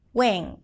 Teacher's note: speakers tend to drop the N and instead just make the vowel right before it a little nasal